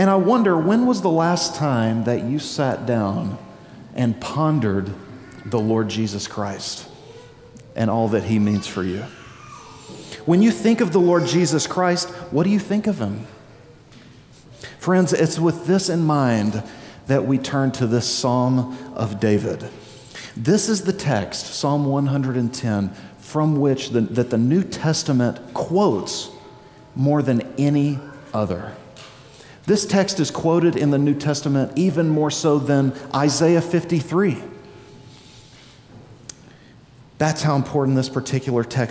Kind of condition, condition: setting, large echoing room